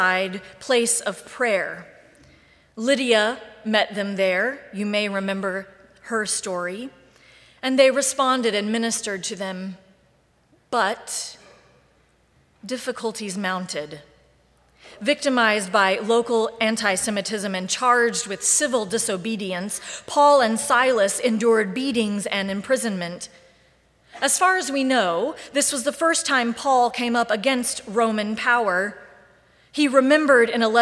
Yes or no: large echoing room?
yes